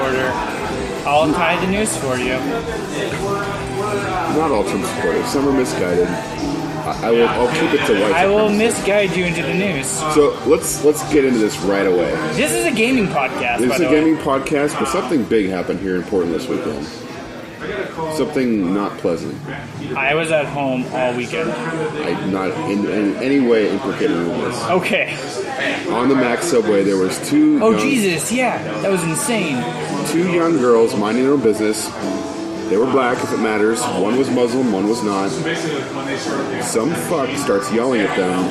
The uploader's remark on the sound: LIVE from Trap Door Brewing!